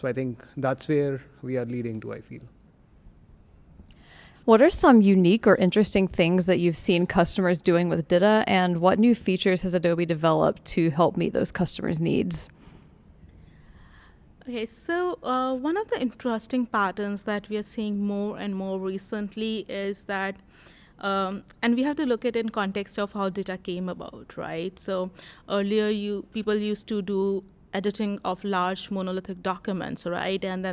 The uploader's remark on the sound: talk with vendors at the CMS/DITA North America conference